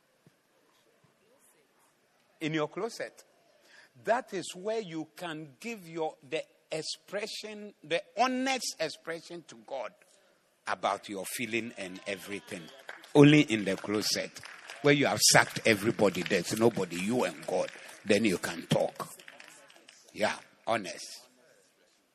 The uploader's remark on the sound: Preached at the Zeloo Service 12062022